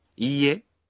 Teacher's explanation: When you say いいえ, you pronounce い 1 beat longer.